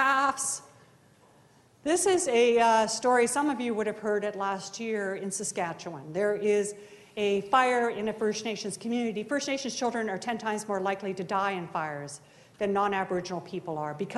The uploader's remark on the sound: This episode presents a keynote talk. From Social Justice Week 2013.